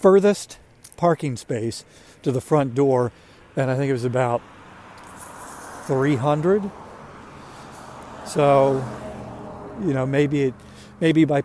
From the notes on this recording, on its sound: During today's ten-minute walk